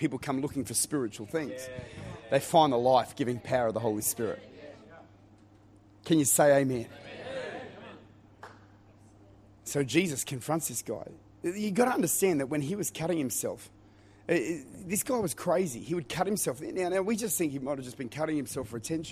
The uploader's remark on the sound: Recorded at Lifepoint Church.